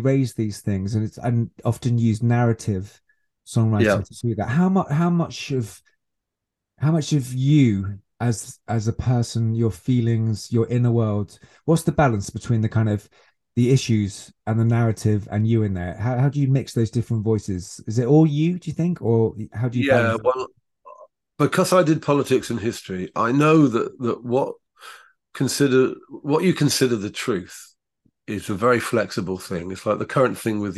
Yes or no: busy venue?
no